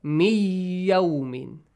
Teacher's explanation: If you have ya, an changes to ay. · Term: idgham, merging